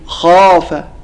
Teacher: تفخيم أقوى في المفتوح وبعده ألف